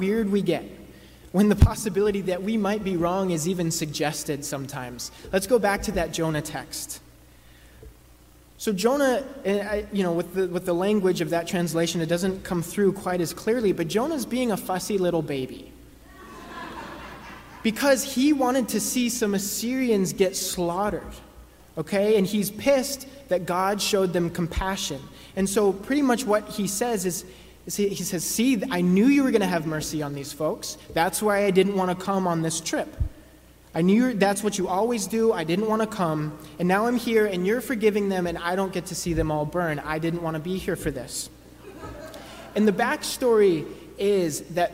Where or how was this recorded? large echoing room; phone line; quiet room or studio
large echoing room